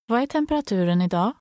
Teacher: The D in the first word is silent.